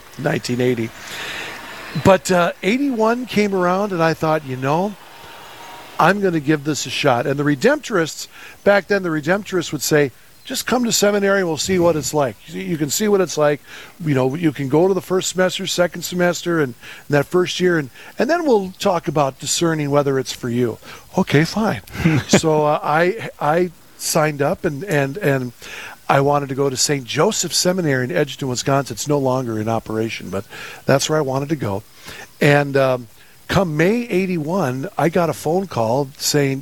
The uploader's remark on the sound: Live from the Rose Creek Golf Course, the annual "Putt 4 a Purpose" fundraising event for the Fargo Diocese!